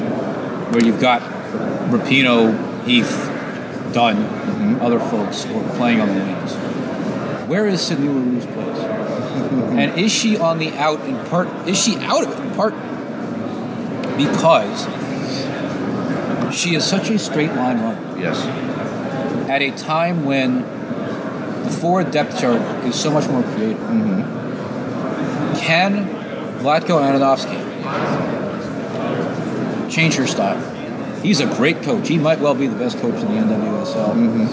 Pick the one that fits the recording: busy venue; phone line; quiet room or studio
busy venue